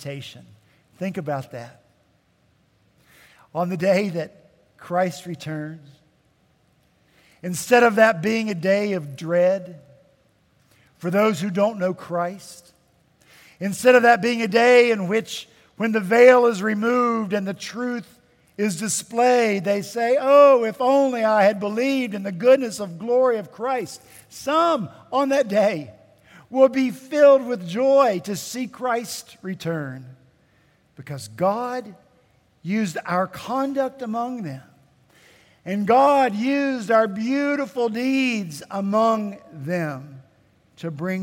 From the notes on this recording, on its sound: At Redeemer Presbyterian Church in Charleston, SC